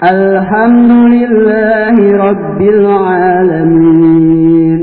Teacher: tapi harus lanya ditahan, tidak boleh memantul